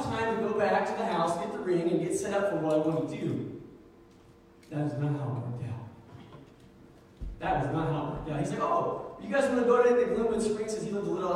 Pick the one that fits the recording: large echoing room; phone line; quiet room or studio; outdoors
large echoing room